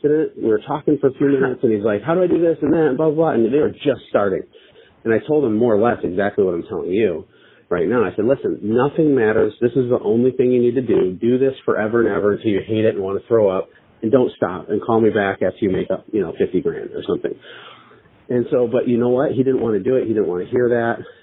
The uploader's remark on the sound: Live Coaching Call With A Growing Business